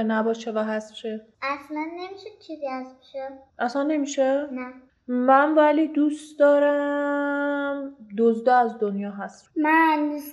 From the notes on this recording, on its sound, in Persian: اما یه معذرت خواهی بابت کیفیت صدا و نویزها. از شیطنت و تکون تکون خوردن بچهها تا تلاش ما برای اینکه توی محیط آشنا برای کودکان، پادکست رو ضبط کنیم که به حس و حال واقعیشون نزدیک تر باشه همه و همه دست به دست هم داده و باعث شده یه جاهایی کیفیت صدا نامناسب باشه.